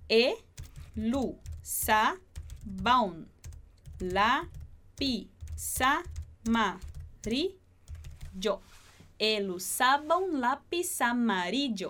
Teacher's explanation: Então, o Z vai juntar com o A. O Z de lápis junta com o A de amarillo.